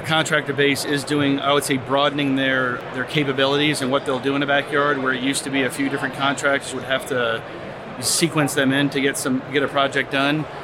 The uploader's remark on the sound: It only makes sense to bring it to the industry’s premier tradeshow and education event. Is live from the floor at Hardscape North America.